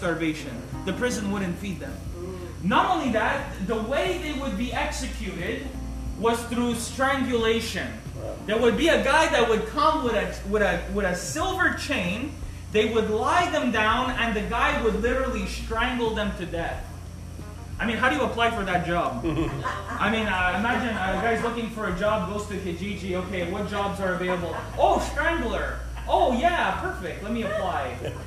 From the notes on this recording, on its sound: On this live Friday night at the cafe